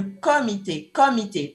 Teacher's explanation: On note aussi l'ouverture du O dans comité au début